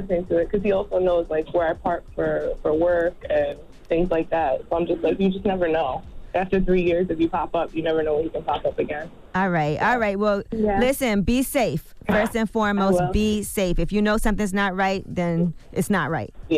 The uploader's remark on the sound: So we opened up the phone lines